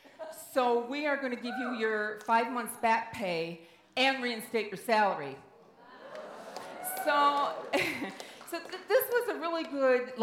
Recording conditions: live audience